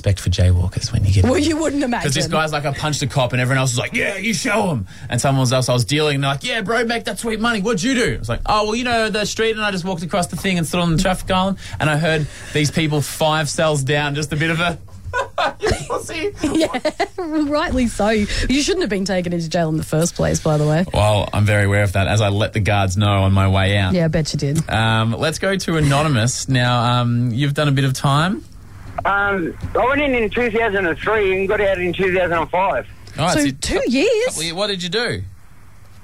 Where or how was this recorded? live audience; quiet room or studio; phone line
phone line